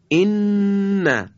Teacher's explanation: این حرف از تماس نوک زبان با بخش عقب لثه مثلاً دندانهای صنایعی بالا هست، کمی جلوتر از مخرج لام میشه در حقیقت · Term: حرف نون